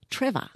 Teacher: Schwa, das ist der linguistische Begriff, aber es wird wie A ausgesprochen.